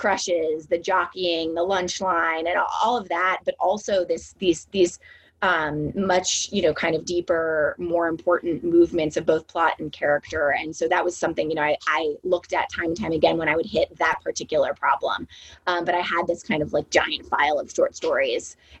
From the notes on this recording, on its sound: A Zoom conversation.